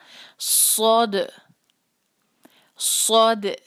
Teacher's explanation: खुले हुए मुंह के साथ जो है कलकला करेंगे ताकि उसकी आवाज जो है वो दबी हुई ना हो और छोटा सा कलकला ना हो बल्कि क्लियर कलकला हो उस पर।